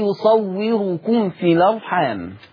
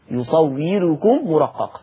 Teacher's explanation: مفتوحه او مضمومه مسبوقه بحرف مكسور عشان كده يصوركم مفخمه ولا ورش يقول يصوركم يرقق انتبهوا لهذه اللفظة يصوركم مرقق